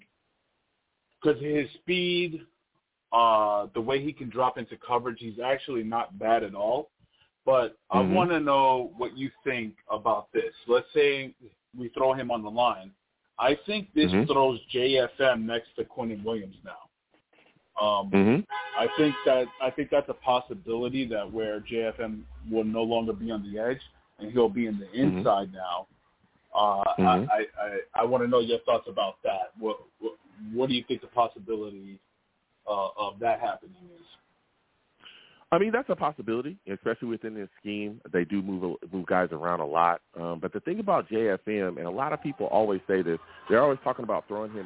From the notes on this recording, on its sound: I also take live callers!